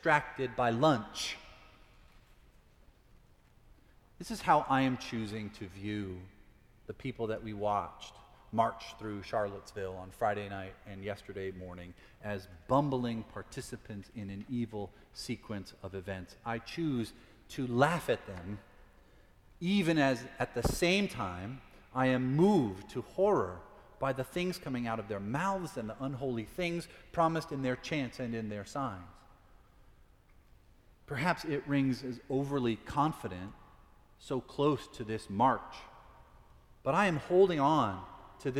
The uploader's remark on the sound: Preached at Fourth Presbyterian Church.